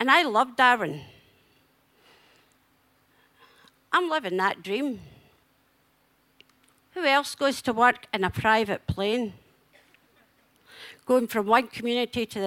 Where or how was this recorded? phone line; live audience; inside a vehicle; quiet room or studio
live audience